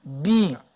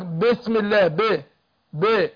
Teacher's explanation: انا لما اجي ابدا بالبسمله ابين الكسر اللي في الباء · Shown in: first take